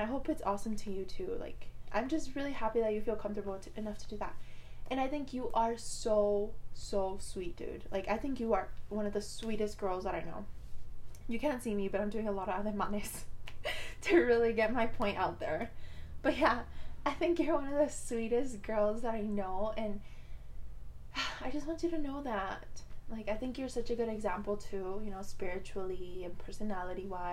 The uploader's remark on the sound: Sorry I sound far